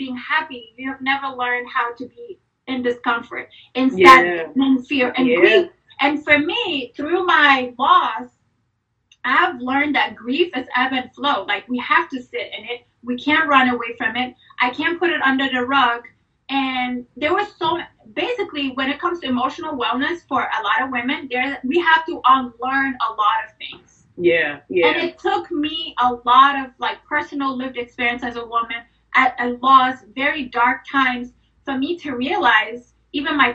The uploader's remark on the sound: we are rewinding to the Women’s Wellness IG Live Series from March 2022